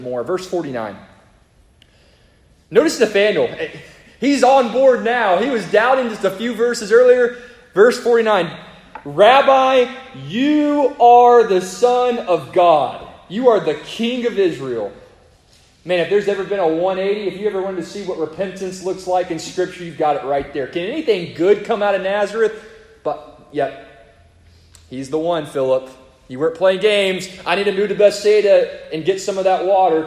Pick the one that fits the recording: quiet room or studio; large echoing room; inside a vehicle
large echoing room